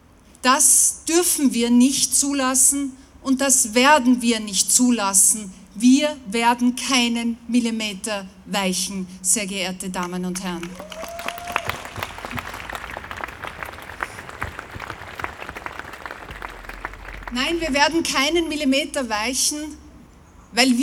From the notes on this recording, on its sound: O-Ton Gedenkkundgebung für die Opfer des Anschlags in Wien.